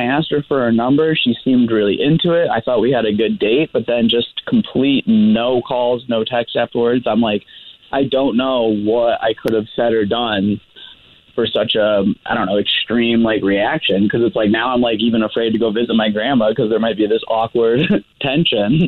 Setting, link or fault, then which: link, phone line